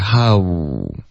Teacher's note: 傲的音英文是不存在的，所以应该是一个哈五，嘴唇会嘟起来